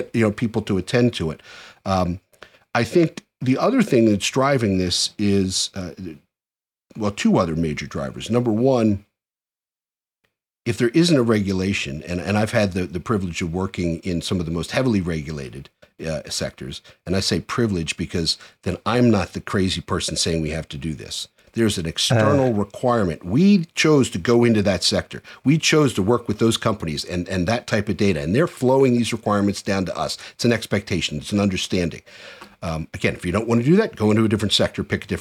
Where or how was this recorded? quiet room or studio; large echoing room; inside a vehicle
quiet room or studio